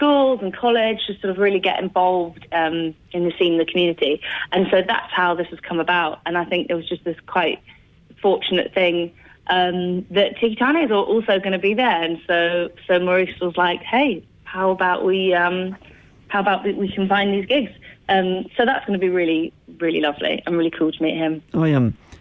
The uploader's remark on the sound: LIVE on the phone